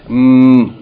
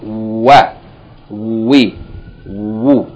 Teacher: But when it's used as a consonant, yani when it has a vowel of its own, it is articulated by forming a circle of the two lips without the lips meeting completely · Shown in: second take · Term: wow